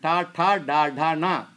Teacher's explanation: All of them at the tip of the tongue, on the roof of the palate, lingual.